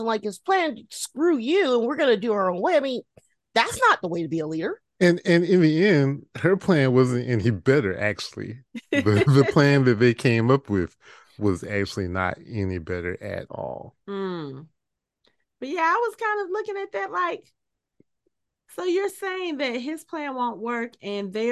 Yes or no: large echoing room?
no